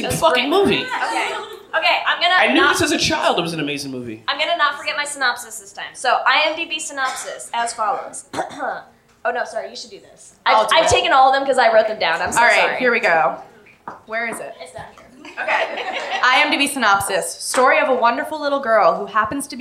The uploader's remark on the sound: LIVE from the Bell House. For their first LIVE SHOW in New York at the Bell House.